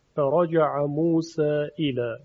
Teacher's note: مد منفصل هم میدانید که در روایت ورش مصری معمولا به طول خونده میشه